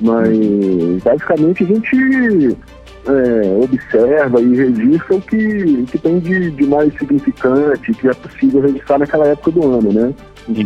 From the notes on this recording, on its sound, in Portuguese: conversei com ele, por telefone